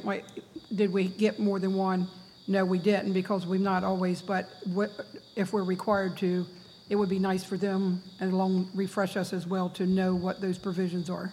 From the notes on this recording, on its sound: An audio recording of the Indian River Board of Education regular monthly meeting on August 24, 2020.